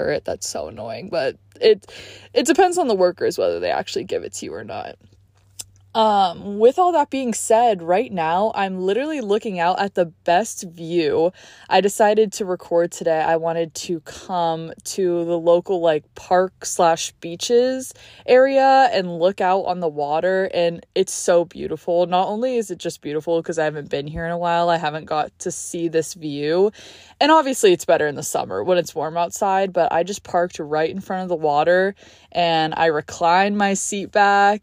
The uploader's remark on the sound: I’m home on spring break and got to record this episode in my car hehe.